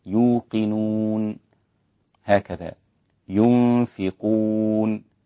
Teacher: ين هنا في غنة، قون ليس فيها غنة، ينفقون هكذا. · Term: الغنة